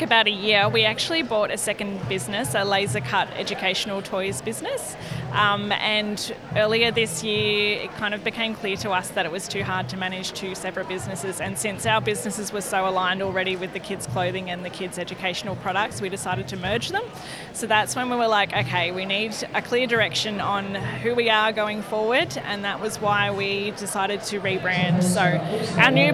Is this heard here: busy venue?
yes